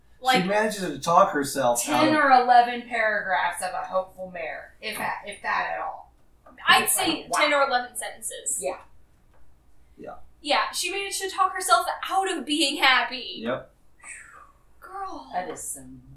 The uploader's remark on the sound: We apologize for the sound on the episode. We have some electrical interference that we are working out.